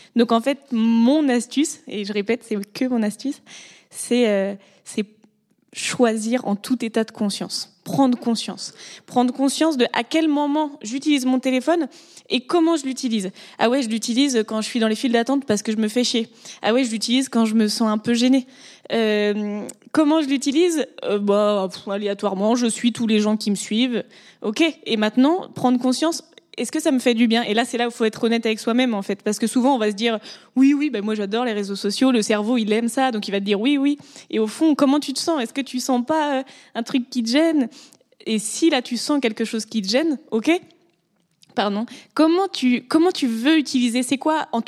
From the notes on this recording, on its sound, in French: Enregistré en live lors du Facettes Festival.